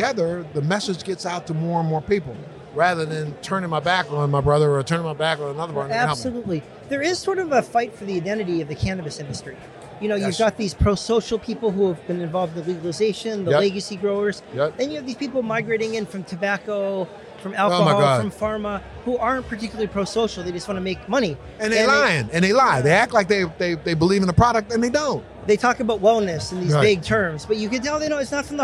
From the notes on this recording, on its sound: ON LOCATION, BOSTON. On location at NECANN in Boston.